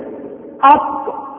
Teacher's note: الحرف السادس عشر الطاء، وتخرج من رأس اللسان وأصول الثنايا العليا